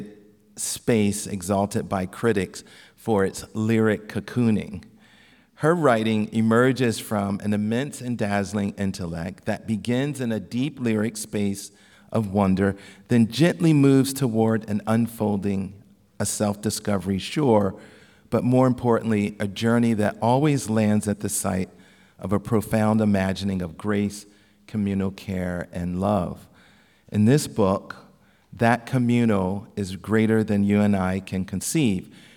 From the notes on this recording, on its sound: an event from the 2023 Portland Book Festival